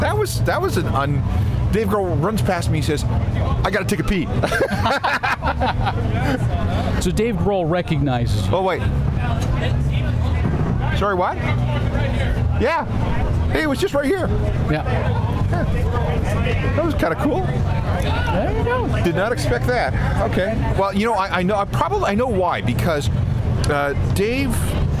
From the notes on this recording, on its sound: Live on Location at CosmoFEST 2019. 14,000 of their friends, fans, and musicians at CosmoFEST 2019!